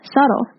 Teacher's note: subtle 它的 b 是不发音的，它是一个 silent b，所以在念的时候就会有点像是在念 s u t t l e 一样，subtle，而不是 subtle，要注意哦，是 subtle。不是 subtle，是 subtle。